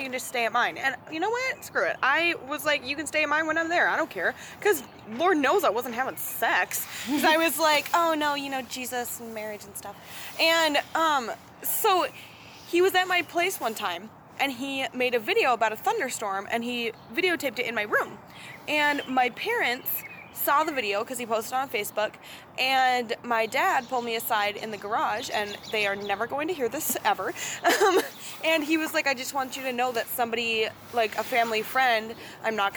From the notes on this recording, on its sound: This episode was recorded outdoors.